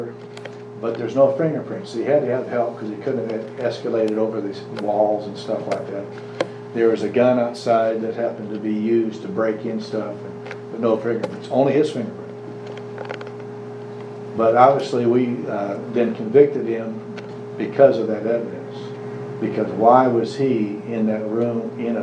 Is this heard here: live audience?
yes